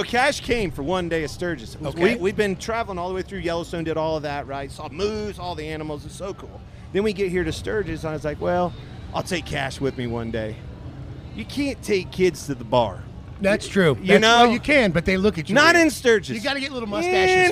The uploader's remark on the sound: LIVE FROM STURGIS